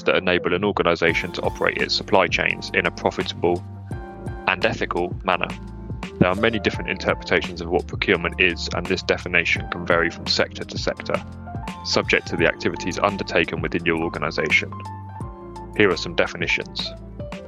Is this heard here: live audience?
no